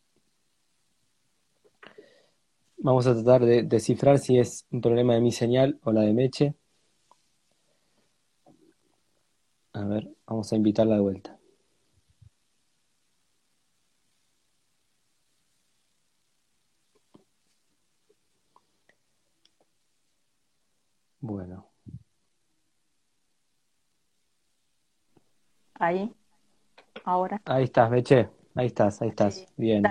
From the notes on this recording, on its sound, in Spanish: Audio de la charla en vivo por Instagram